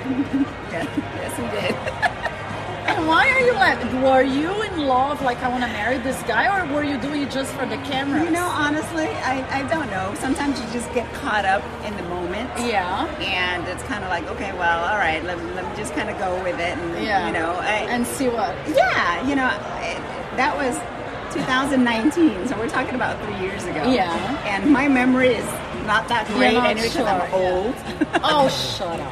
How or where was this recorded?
busy venue